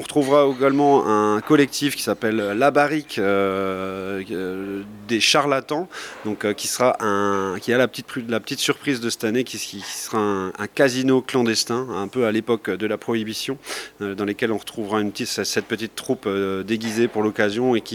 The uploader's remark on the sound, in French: À la conférence de presse du nouveau Longevity Festival. Réalisé en direct dans Le 16-18.